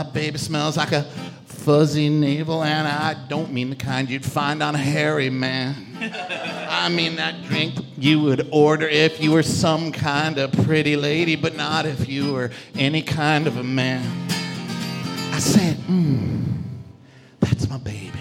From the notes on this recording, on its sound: The Potato Bureau is a podcast recorded on stage at The Sacramento Comedy Spot.